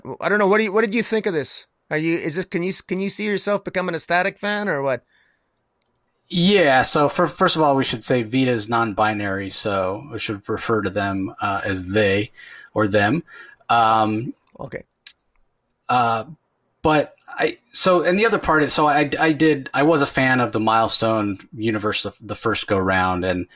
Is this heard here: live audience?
no